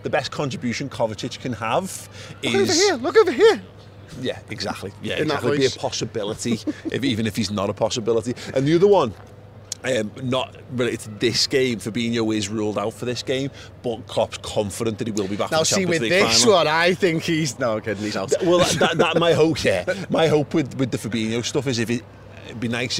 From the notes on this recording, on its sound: outside Wembley Stadium the day before the FA Cup Final